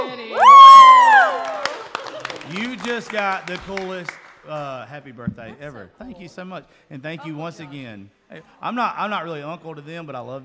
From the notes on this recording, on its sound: Holiday Special Live From Sophia's.